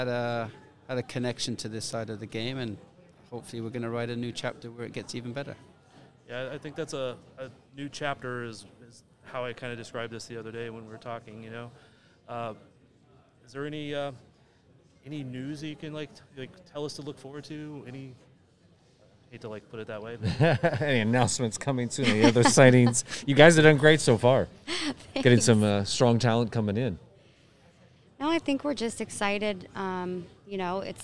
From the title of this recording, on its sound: interview from the United Soccer Coaches Convention